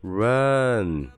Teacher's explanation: 后抵住你的上齿龈，也就是你上牙齿后面的这个牙龈处。诶，然后做完这个动作之后呀，因为它产生的声音是一个前鼻音，所以说需要让气流通过你的鼻腔往外送